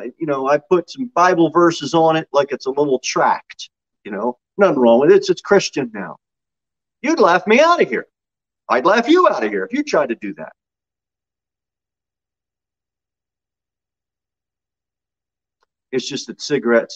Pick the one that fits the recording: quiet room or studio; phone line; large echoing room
large echoing room